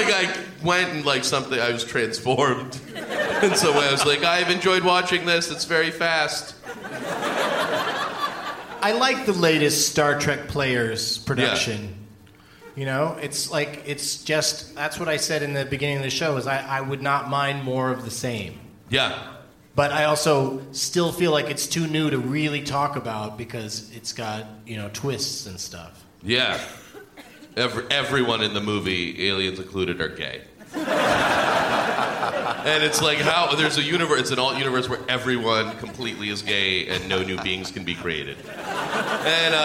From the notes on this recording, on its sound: Live from the Gramercy Theatre in New York